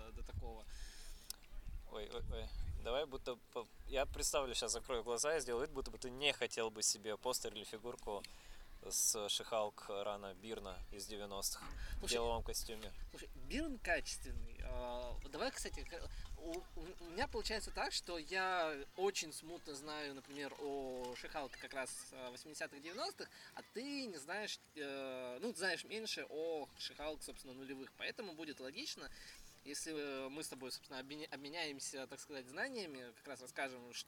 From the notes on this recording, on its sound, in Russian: Дисклеймер: в выпуске местами страдает звук из-за ветра!